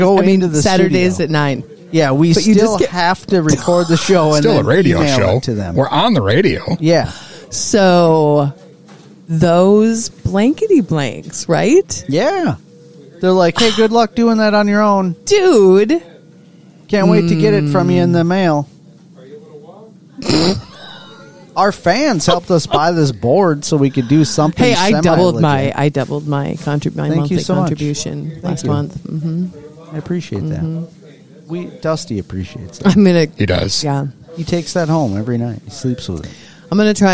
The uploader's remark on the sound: This installment of The Five Count was broadcast live from the waiting room at the doctor’s office!